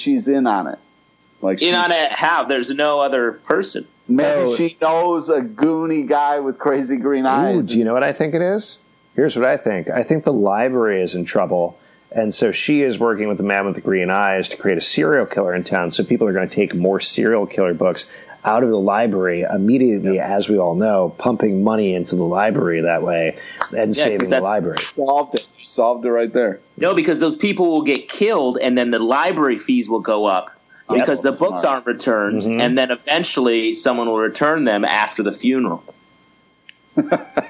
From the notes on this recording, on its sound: Sorry about the poor audio quality!